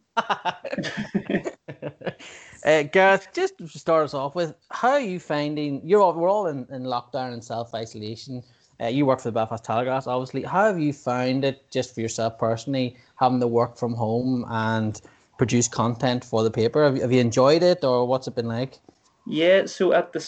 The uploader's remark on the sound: sat down (via Skype) to chat